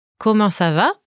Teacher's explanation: Note the rising intonation of the sentence to mark that it's a question